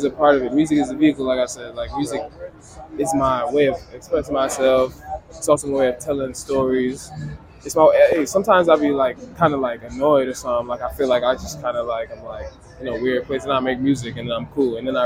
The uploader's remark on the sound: Recorded August 2023 in NYC at the Knitting Factory.